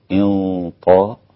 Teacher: عندي تفخيم الغنة في النون الساكنة مع الطاء